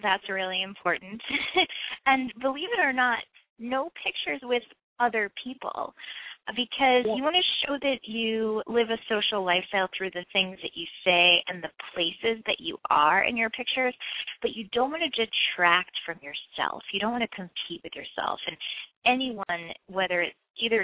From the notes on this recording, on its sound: Call-in